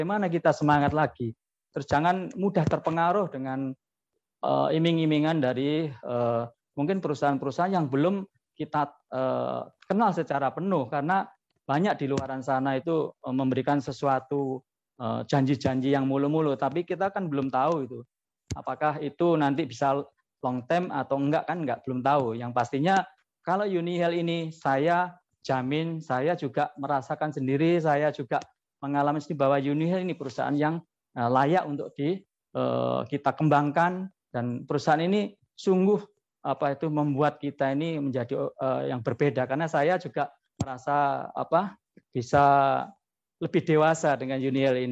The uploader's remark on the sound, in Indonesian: Podcast ini adalah hasil rekaman webinar.